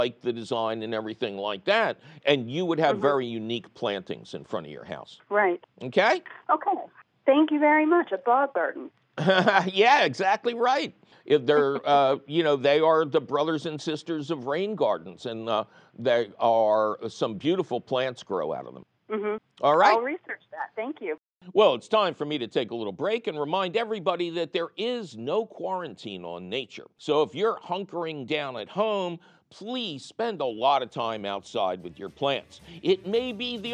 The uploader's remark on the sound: Otherwise, it's a phone call extravaganza!